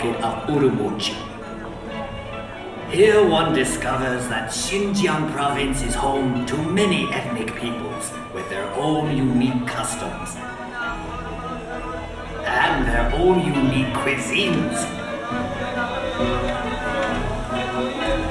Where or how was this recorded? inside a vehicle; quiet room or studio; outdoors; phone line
outdoors